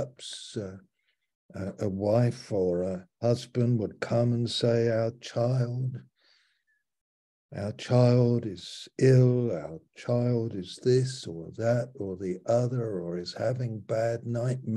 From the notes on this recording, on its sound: Malaysia Meets (Zoom).